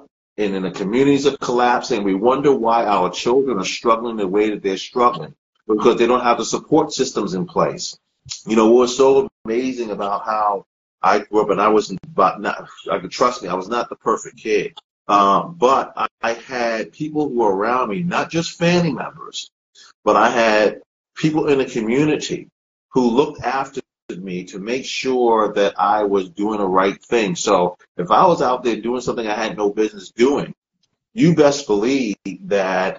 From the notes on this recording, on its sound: part of a series of Instagram Live interviews